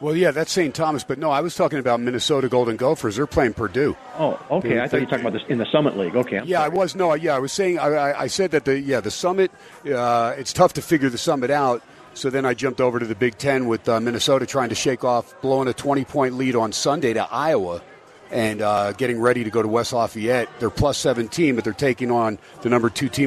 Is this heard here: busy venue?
yes